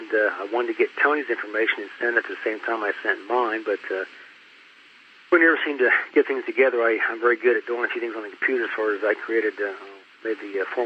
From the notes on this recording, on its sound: The audio has not been edited, the interview was conducted in 2007 over a phone line, with some clarity issues later on, but nothing major.